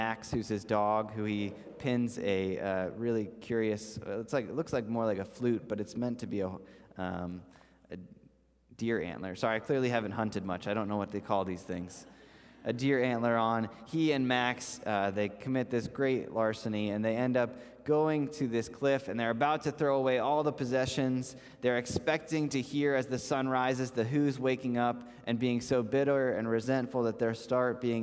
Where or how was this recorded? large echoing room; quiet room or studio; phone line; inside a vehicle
large echoing room